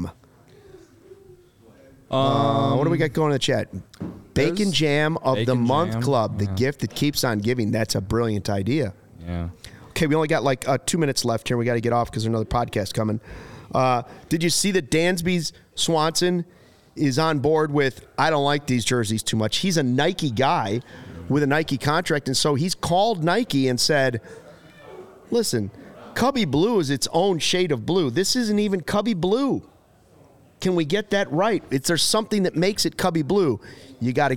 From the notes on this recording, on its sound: Joins the show live from Sloan Park in Arizona with interviews and the latest info.